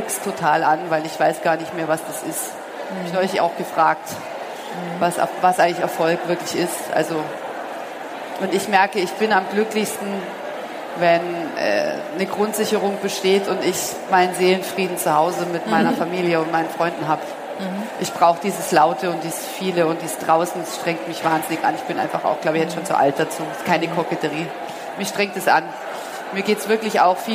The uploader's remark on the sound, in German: Der Vortrag wurde im Rahmen der Messe herCAREER-Expo